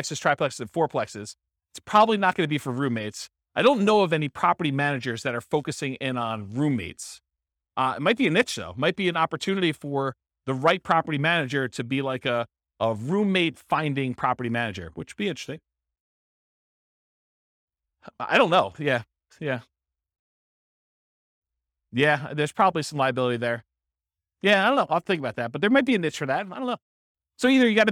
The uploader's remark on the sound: This was a live class recorded